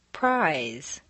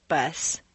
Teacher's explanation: notice how the voiced word is drawn out · Shown in: first take